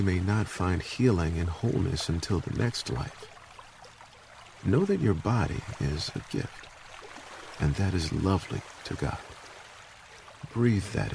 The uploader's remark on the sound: Relax to the sounds of a peaceful running river.